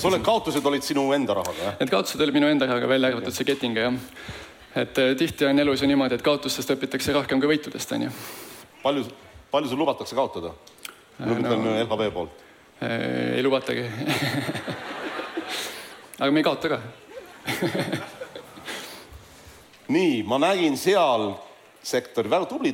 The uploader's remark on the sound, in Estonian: Taasesitamisel on suursündmusel InvesteerimisFestival 2022 toimunud